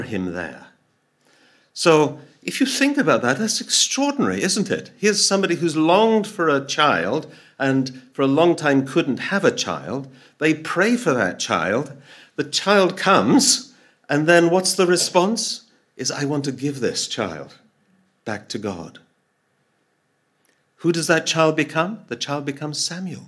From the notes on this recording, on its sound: Audio from a sermon in Hatch End